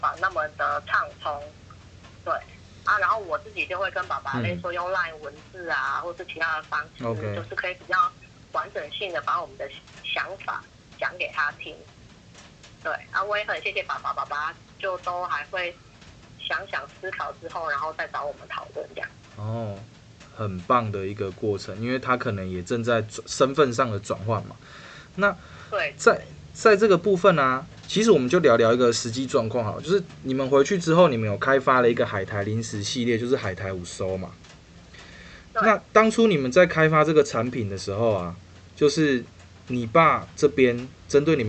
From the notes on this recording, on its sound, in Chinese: 本集因為是採取語音通話錄製的形式，所以在收音的部分與面對面錄製有所差異。本集裡面有出現的雨聲不是背景音樂，是真的下雨了，偶爾的一些摩托車聲、鍵盤聲(主持人手殘)都是可以理解的。